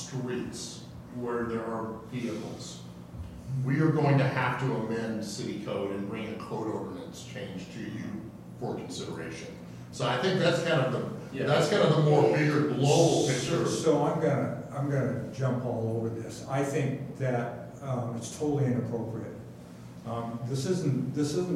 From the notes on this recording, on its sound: Live recording of Astoria City Council meeting, March 19, 2020.